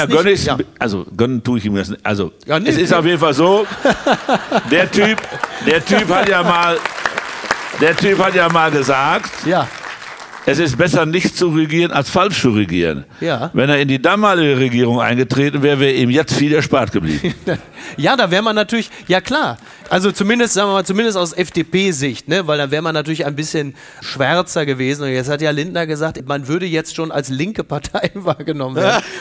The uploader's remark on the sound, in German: Schützenfest & flauschig - live aus Dortmund